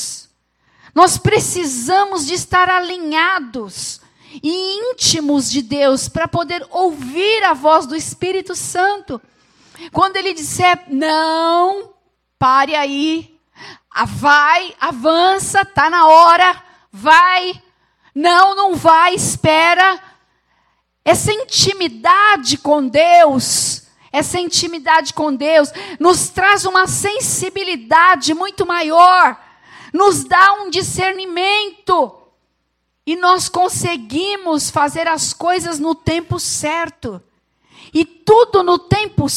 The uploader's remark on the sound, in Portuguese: Gravado no Culto da Família